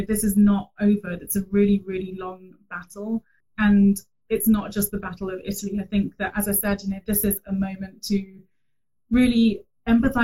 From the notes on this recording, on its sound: Today’s episode is adapted from an Instagram Live interview